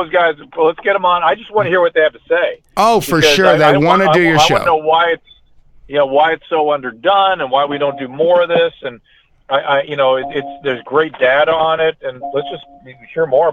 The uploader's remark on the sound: calls in live